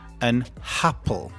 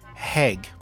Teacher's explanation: they add an extra H sound before a vowel. So, for example, instead of saying an apple, they would say an happle.